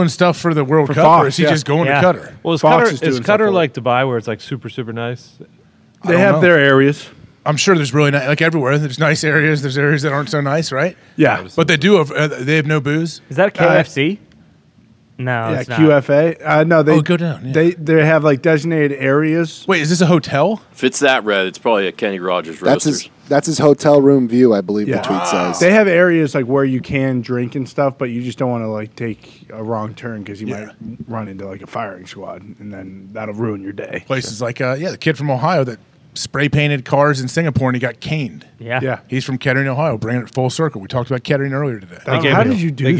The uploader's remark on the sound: LIVE From The ThunderDome. LIVE from Austin, Texas from the GameDay set in the middle of some terrible weather.